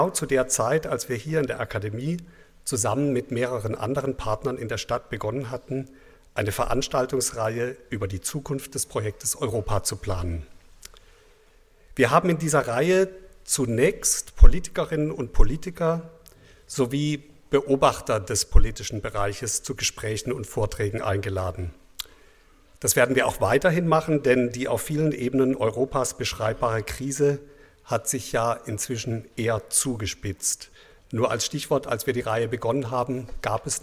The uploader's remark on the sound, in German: Der Vortrag fand im Rahmen der Reihe "Eurotopia" des Theater Freiburg statt, am 30.03.2017 in der Katholischen Akademie Freiburg.